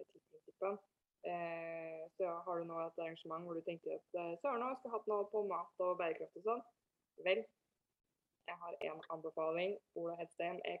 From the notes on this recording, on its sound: Live Zoom. I denne live-sendingen.